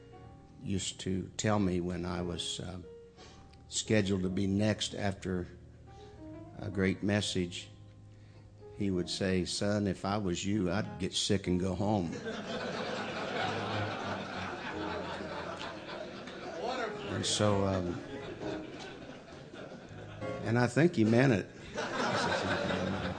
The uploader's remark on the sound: Mens Conference 2012 Jennings La